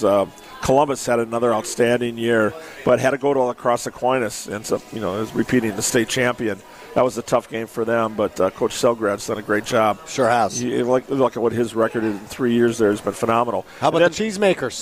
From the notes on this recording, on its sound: broadcast live from Pasquals in Verona